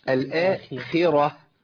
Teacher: والخاء هنا مكسورة ضعيفة جدا